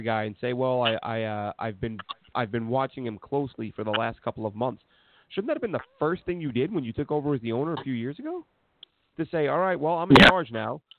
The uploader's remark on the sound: Call